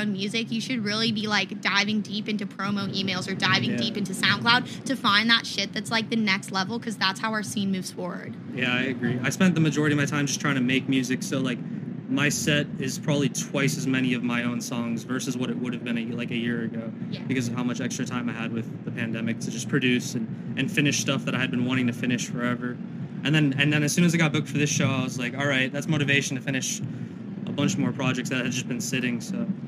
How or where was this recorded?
busy venue